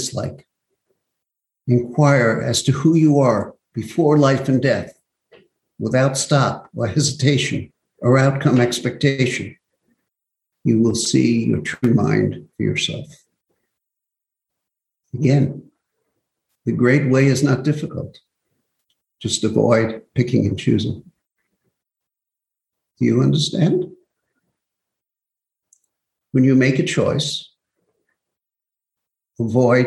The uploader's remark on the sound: Zoom Broadcast